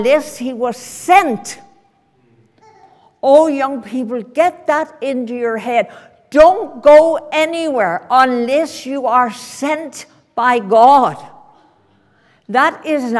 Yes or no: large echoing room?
yes